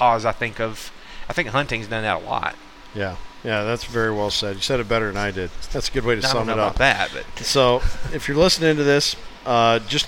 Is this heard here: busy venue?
yes